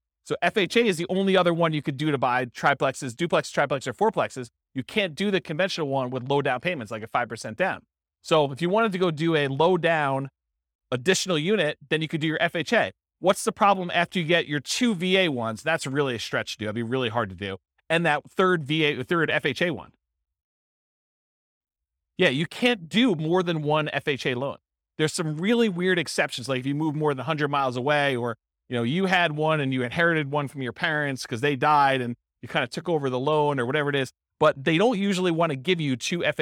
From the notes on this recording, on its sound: This was a live class recorded